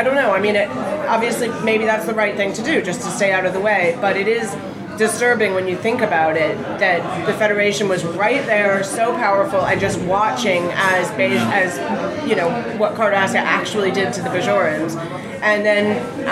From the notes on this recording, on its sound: Recorded live at the London School of Economics.